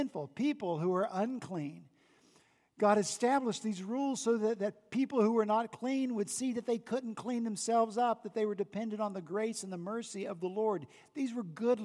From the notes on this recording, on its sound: At Redeemer Presbyterian Church in Charleston, SC